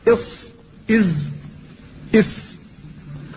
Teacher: فتخرج من بين رأس اللسان وهو طرفه وأعلى الثنايا السفلى